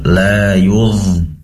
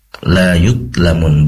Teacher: dho di sini tempat keluarnya adalah ujung lidah yang ditempelkan ke ujung gigi seri atas dan memiliki sifat rikhwah, yaitu mengalir, suaranya mengalir · Shown in: first take